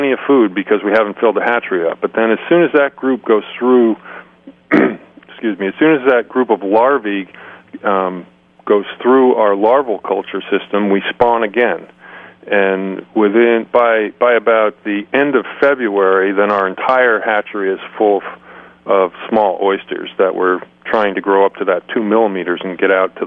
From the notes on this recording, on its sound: is on the line